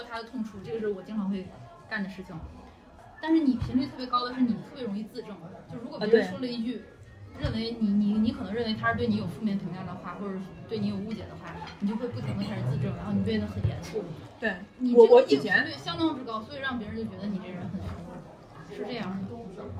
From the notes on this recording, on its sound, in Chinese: 已经努力降噪了，音质还是有点差